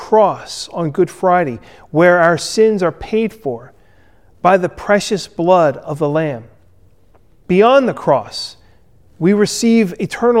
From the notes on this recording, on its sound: Recorded at Ebenezer UMC on February 21, 2021